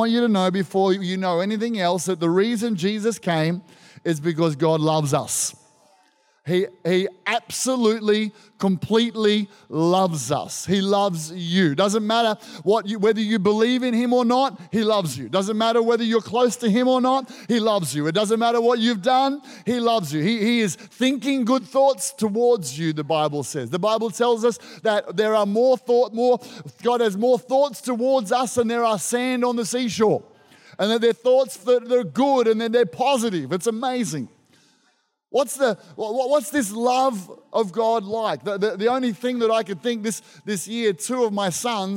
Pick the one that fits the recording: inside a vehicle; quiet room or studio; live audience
live audience